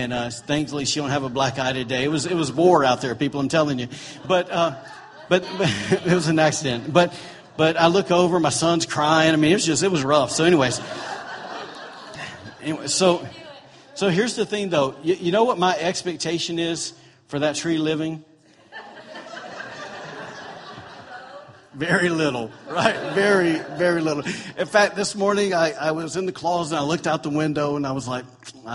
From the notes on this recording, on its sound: recorded on October 8, 2017, during Sunday morning service at Celebration Life Family Church